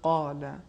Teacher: حرف قاف ہیں جس میں استعلاء ہیں، لہذا ہم تلفظ کریں گے قال تفخیم کے ساتھ